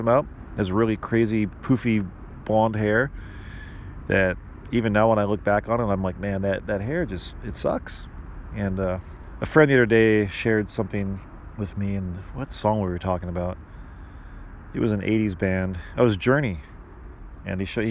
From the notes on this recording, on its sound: I recorded most of this episode in a park waiting for a meeting